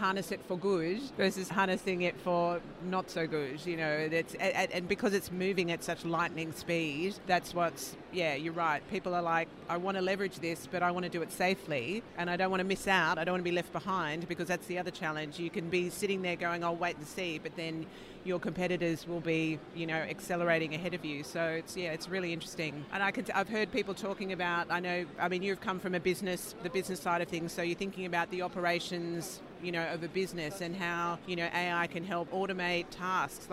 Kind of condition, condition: setting, busy venue